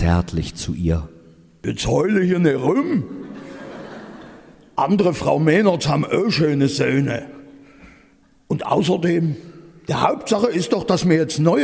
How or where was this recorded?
live audience